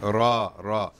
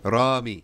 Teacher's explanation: anytime Ra precedes Fatha or Alif, you're going to pronounce that Fatha and Alif Mufakham · Term: tafkhim